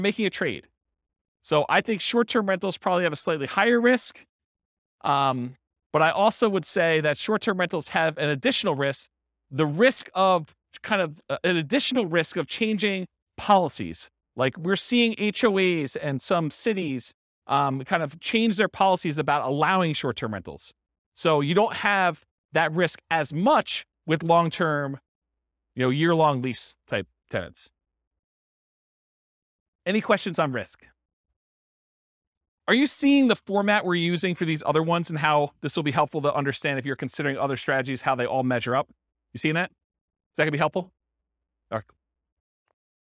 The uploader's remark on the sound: This was a live class recorded